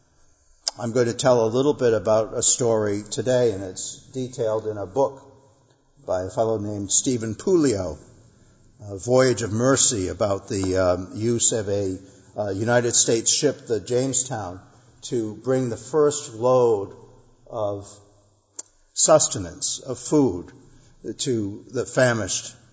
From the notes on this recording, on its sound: Our worship service at the Old First Church in Bennington, Vermont, March 15, 2021